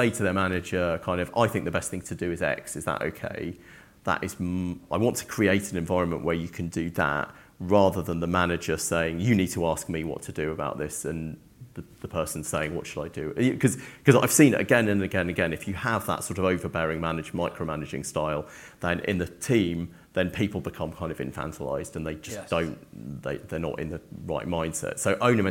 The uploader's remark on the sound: Recorded live at the FutureBook Conference 2023.